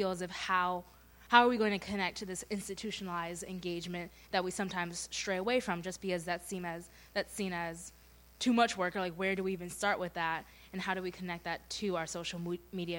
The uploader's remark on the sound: Recorded live at the recent relaunch of Born Digital: How Children Grow Up in a Digital Age. Moderate an open forum with local students.